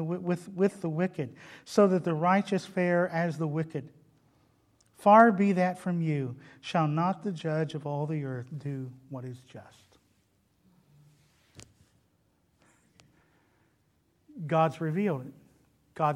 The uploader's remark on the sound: Delivered at Trinity Baptist Church on Wednesday evening, June 2, 2021.